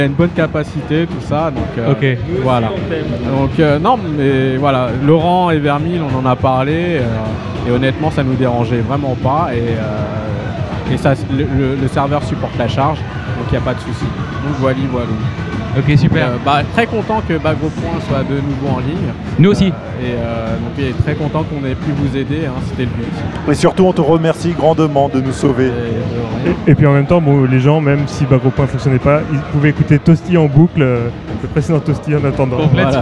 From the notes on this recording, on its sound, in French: Entrez dans ce podcast enregistré dans la folie d'un rassemblement de canards ! J'ai pu jouer les ingénieurs son.